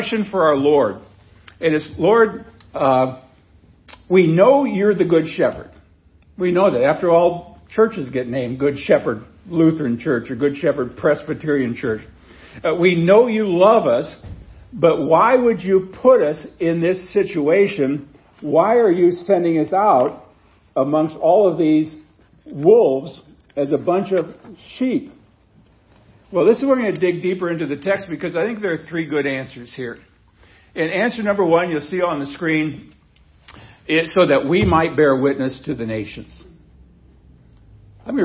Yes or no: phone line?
no